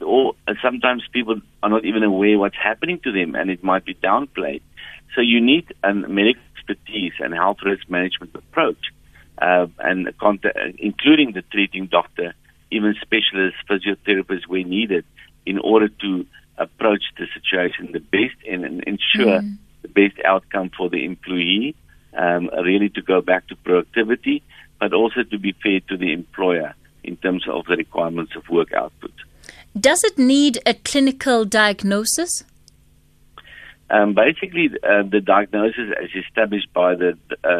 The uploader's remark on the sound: we are joined on the line